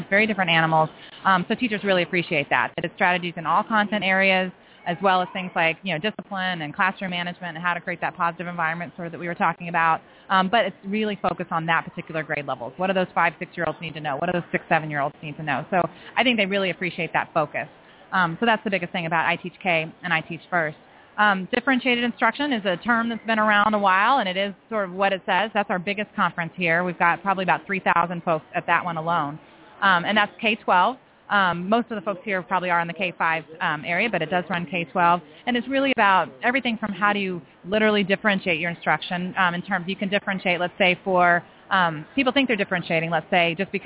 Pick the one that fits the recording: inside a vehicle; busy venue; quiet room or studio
busy venue